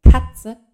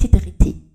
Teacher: Also sie verlagern den Konsonanten nach vorne t, und machen ein Tatze draus. · Shown in: second take · Weil alles, was da vorne ist, ist leichter als K hinten. · Term: Vorverlagerung